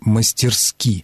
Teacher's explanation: орфоэпические словари и словари ударения русского языка единодушно рекомендуют норму с ударением на последнем слоге, именно «мастерски».